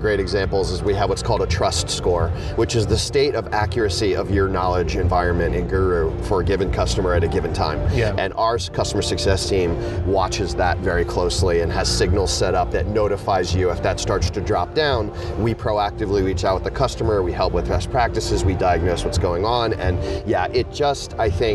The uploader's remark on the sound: while at a Slack event so this one has the added bonus of being set to music